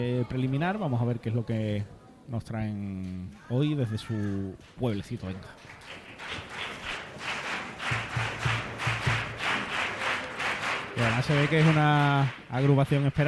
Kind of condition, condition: setting, live audience